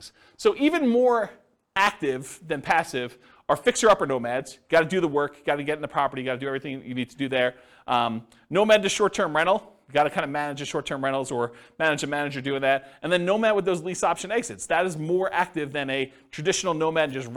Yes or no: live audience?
yes